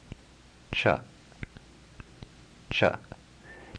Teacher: let the tongue make full contact with the palatal position and at the same time make a hard sound similar to ka in the throat, the sound that you get is cha, cha.